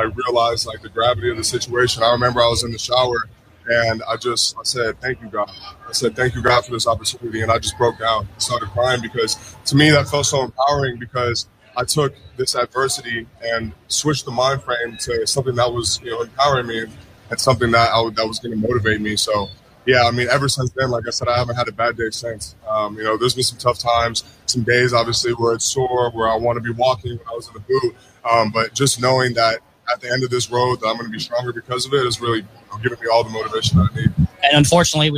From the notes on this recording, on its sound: As the Miami Dolphins organization hosted the Dolphins Challenge Cancer (DCC) XIV. On site for a live radio celebration of the National Football League’s largest fundraising event. This episode features three interviews from the show.